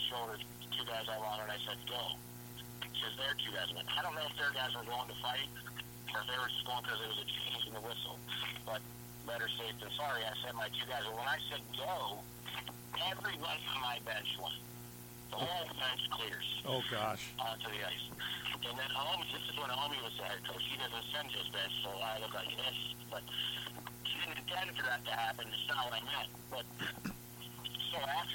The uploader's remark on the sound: Audio is a little low